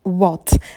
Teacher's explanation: На «в» мы вытягиваем губы, далее краткий звук «о», и на «т» добавляем придыхание.